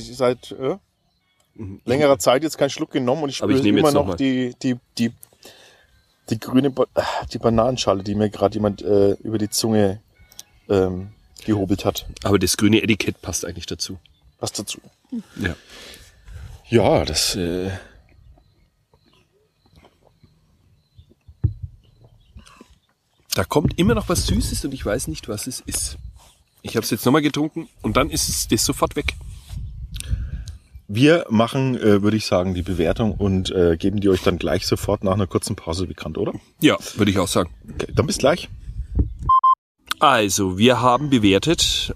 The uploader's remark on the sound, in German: Sitzen wir bei dieser Aufnahme im Freien zwischen Strohblumen und Klee und lassen uns die Sonne auf den Pelz scheinen.